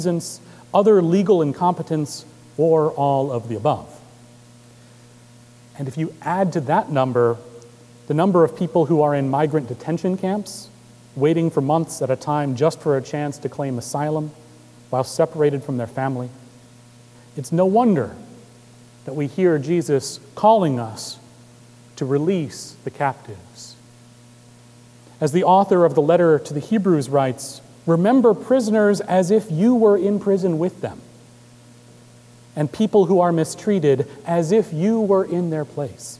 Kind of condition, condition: setting, large echoing room